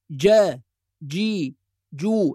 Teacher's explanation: النطق الصحيح لحرف الجيم من وسط اللسان بقوة · Term: الجيم الصحيحة